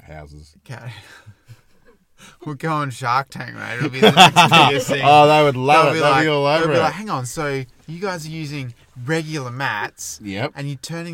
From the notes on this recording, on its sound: We chat, we laugh, we chat as we laugh and we get through a platter of stories delivered directly from the car studio parked neatly at our favorite campground.